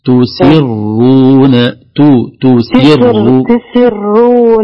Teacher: التاء الأولى مضمومة والسين مكسورة ثم الراء مضمومة، تضم ثم تكسر